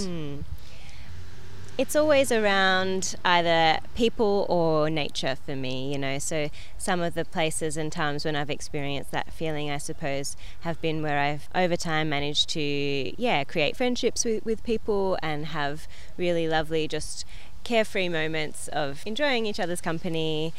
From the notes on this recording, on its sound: In a park in Thebarton (South Australia) to have a chat and perform some tunes from the latest release for radionotes.